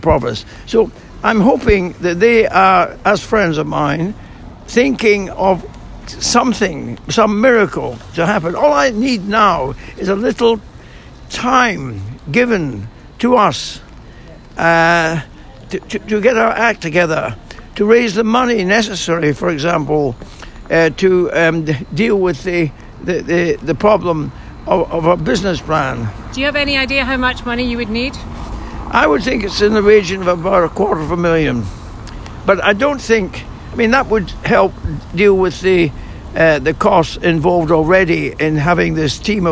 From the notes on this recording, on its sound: we spoke to him outside the City Chambers